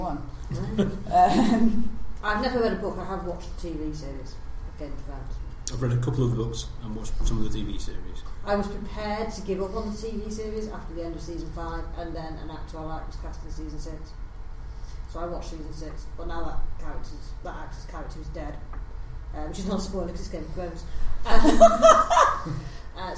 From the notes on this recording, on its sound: Recorded live in front of an audience of Sledge Lit 2, the UK's Christmas Party/ one-day book event for genre book fans, publishers and writers.